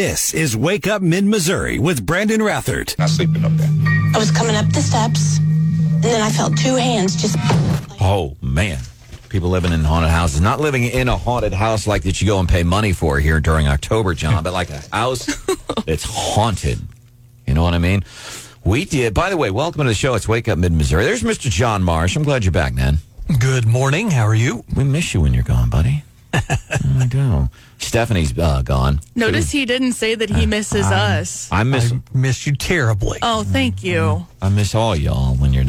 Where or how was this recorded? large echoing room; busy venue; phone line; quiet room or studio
phone line